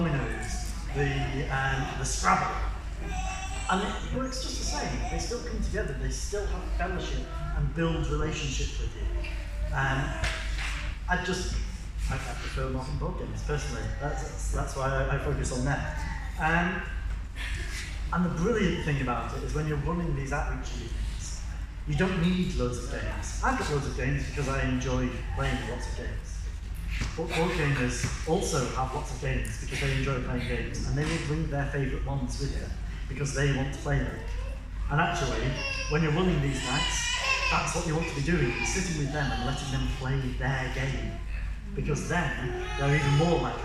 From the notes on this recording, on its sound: A recording of the talk I gave at New Wine United 19